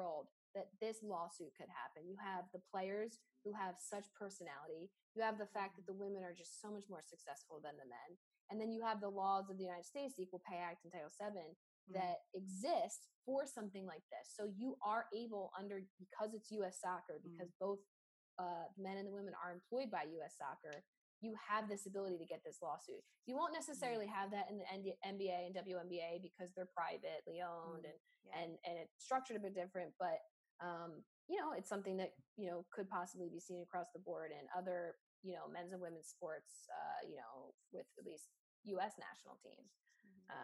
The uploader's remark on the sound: on this Hoops Talk Podcast Zoom’d episode